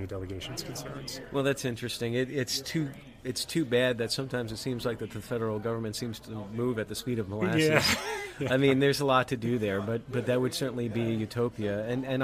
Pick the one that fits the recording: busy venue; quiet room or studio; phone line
busy venue